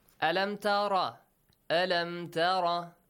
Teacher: Ra has a heavy sound